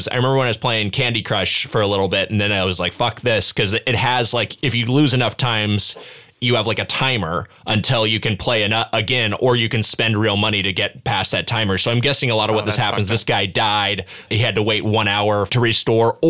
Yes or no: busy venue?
no